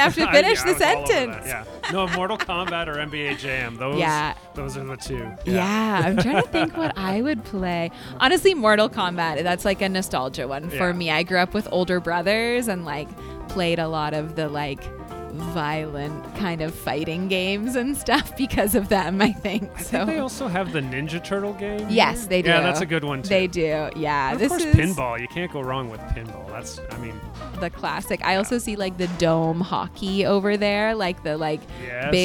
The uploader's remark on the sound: LIVE from AOK. AOK Craft Beer + Arcade in Downtown Kitchener.